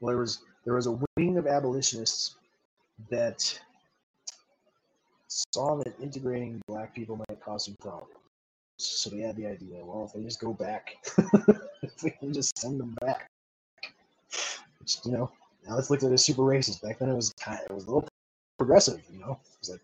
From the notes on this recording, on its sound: APOLOGIES FOR AUDIO QUALITY, TRIED DOING THE SHOW WITH MY BLUETOOTH HEADPHONES/MIC